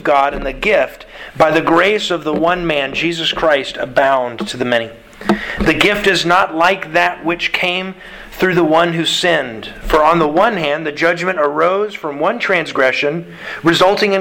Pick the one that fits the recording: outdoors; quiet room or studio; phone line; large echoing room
large echoing room